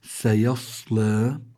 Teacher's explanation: سيصلى عن الصاد فيها صفات لابد من المحافظة عليها، يعني الواحد يحط بذهنه لما يكون عم يقرأ. عن الصاد أول شيء من حروف الاستعلاء، يعني مفخمة، يعني اللي بيتولد من الاستعلاء التفخيم.